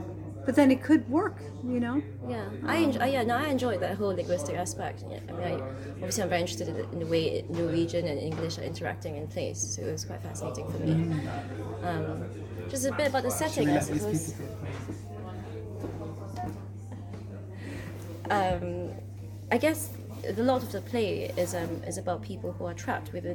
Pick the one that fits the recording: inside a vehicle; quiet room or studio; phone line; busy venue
busy venue